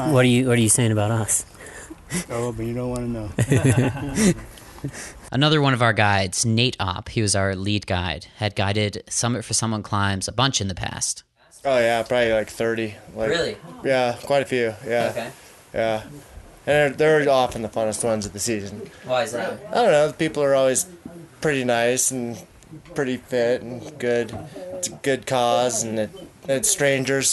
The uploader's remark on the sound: On these trips, I bring a portable recording device with me while I try to climb a mountain that’s outside of my comfort zone. Then you’ll hear about our experience climbing the Grand Teton with Jackson Hole Mountain Guides.